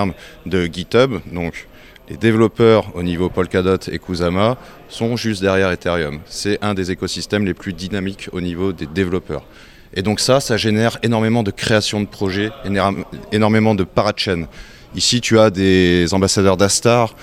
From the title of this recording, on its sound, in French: en direct du Parisdot.com (Polkadot)